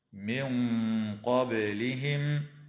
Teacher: وتخفى النون الساكنة عند القاف مع الغنة مفخمة في قوله تعالى: من قبلهم، وتقلقل الباء في كلمة قبلهم، وتظهر الميم الساكنة عند الحاء في قوله تعالى: قبلهم حتى.